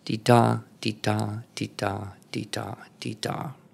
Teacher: an iamb, I-A-M-B, iamb, is a short and then a stressed accent